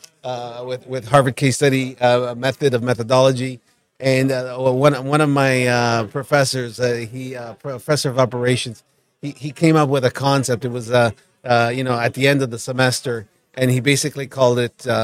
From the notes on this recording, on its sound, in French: En direct du Hardtech à Toronto.